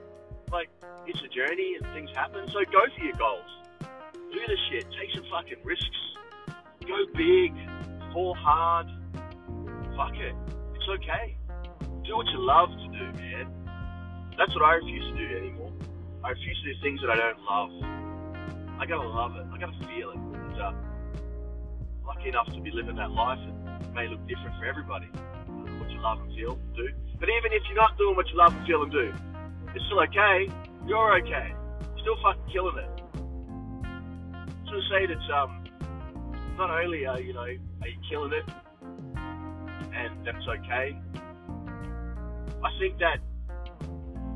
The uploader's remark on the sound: On the way to work in my car.